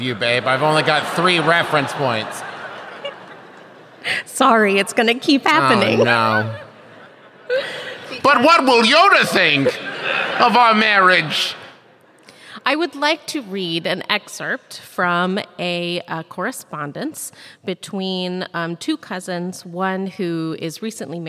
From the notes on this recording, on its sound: This week’s episode is the LIVE show from Boston, MA!